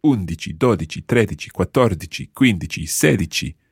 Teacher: the stress goes on whichever syllable comes before the dici ending